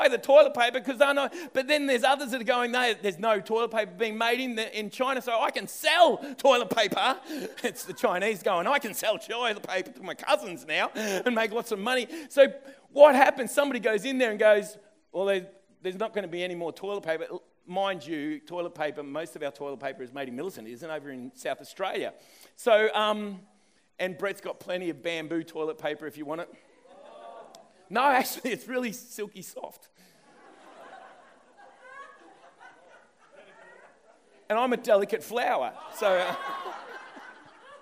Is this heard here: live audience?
yes